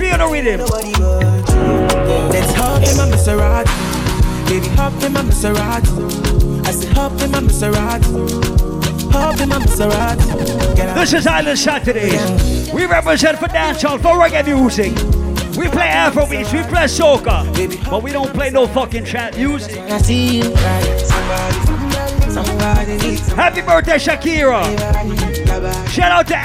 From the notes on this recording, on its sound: Live audio recording of my set at Island Saturdays